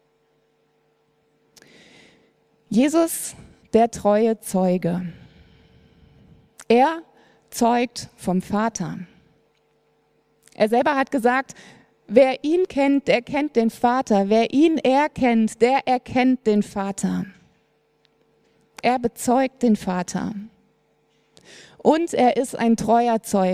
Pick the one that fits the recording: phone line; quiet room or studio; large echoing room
large echoing room